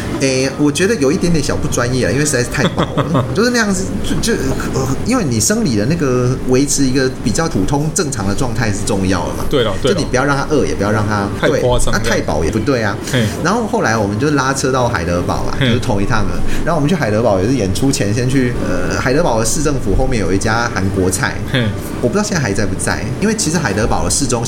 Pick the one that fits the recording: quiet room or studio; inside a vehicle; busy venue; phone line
busy venue